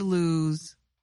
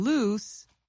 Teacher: In speaking, both words use the vowel sound oo. But lose ends in the z sound, while loose ends in the s sound.